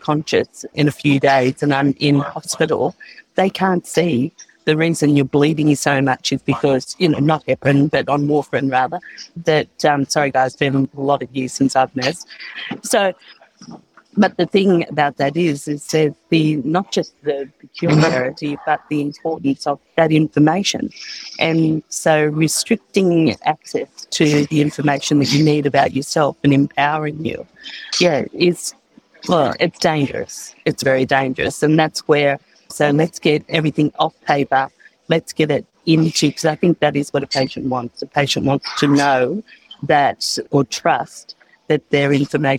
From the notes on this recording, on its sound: In this episode recorded at the Talking HealthTech Winter Summit, we explore patient expectations in healthcare.